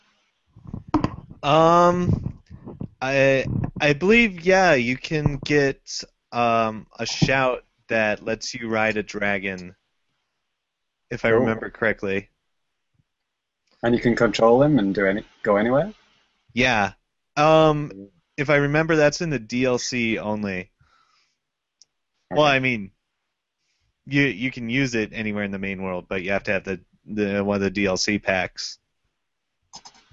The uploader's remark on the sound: Recorded LIVE via Google Hangouts on Air